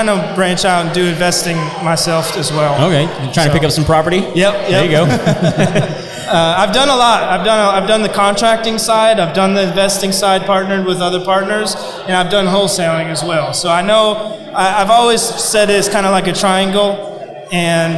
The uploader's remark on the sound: We interviewed for over 2 hours at the Contractors Network LIVE event in Spring TX and had an absolute blast.